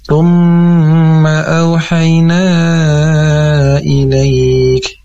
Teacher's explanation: Izin kami koreksi, masih di bagian awal, yaitu summa, itu masih dipanjangkan juga, dan seharusnya hanya diangkat saja karena ada hukum gunnah atau mim bertasydid. Jadi cukup diangkat dengan dua harakat, tapi tidak dipanjangkan hukum bacaannya.